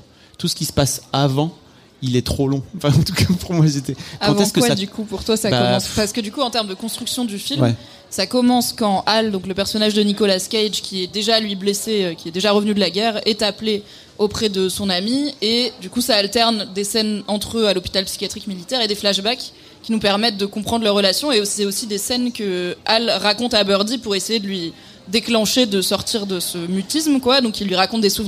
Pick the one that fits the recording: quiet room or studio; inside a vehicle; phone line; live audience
live audience